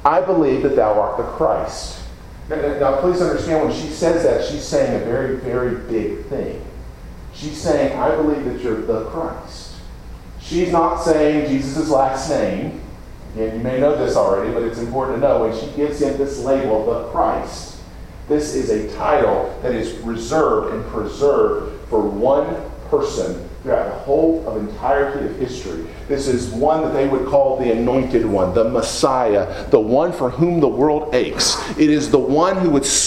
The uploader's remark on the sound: Preached at Deep Creek Baptist Church in Burlington, NC, on Sunday morning, April 30, 2017.